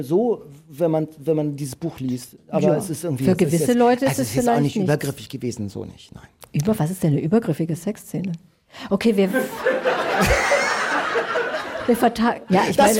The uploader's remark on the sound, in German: die beim SWR-Podcastfestival in Mannheim aufgenommen wurde